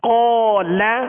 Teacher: جب لام پڑھیں گے تو لام کو باریک پڑھیں گے یعنی قاف کی وجہ سے ہم لام کو پر نہیں کریں گے